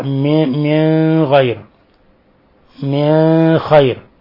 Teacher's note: أبو جعفر يخفي النون الساكنة عند الخاء وعند الغين